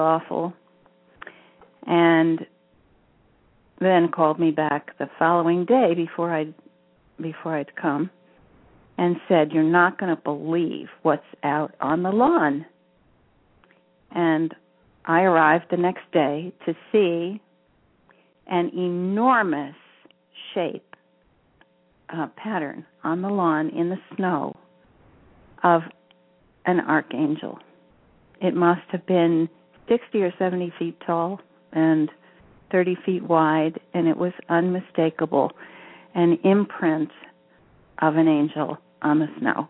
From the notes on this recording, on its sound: She will do a channeling session live so callers can call. Personal responses to callers during the special call-in segment.